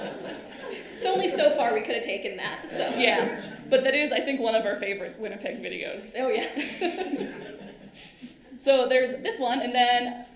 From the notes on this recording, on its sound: A live podcast recorded on November 8, 2023